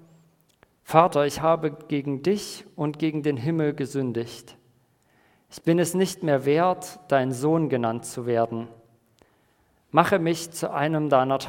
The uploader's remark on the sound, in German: Predigt im Rahmen des GreifBar+ Gottesdienstes